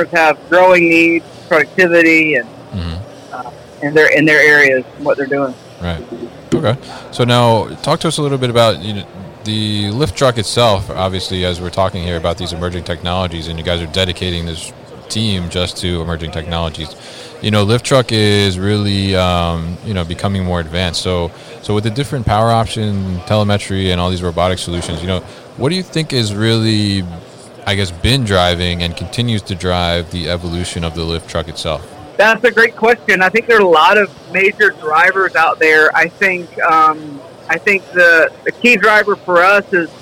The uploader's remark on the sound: Hyster From MODEX 2020